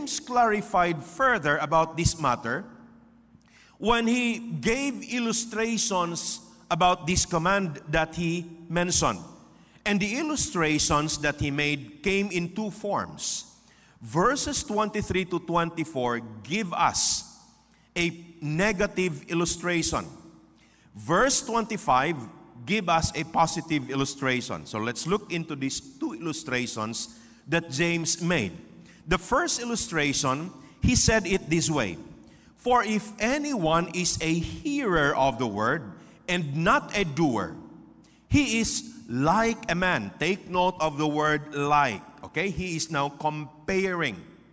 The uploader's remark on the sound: This podcast was recorded live. At Zamboanga City Alliance Evangelical Church.